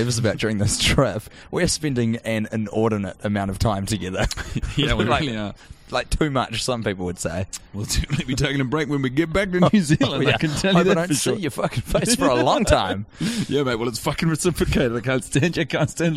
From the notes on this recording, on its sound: The lads have watched the entire film inside of a Kmart and recorded an episode in the terrible, dirty walls of the quintessential department store of yesteryear.